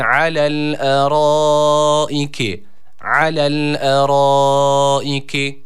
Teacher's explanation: Ra harfimiz yine burada kalın okunması gerekiyor. Üstün bir hareke almış A sesiyle okuyoruz.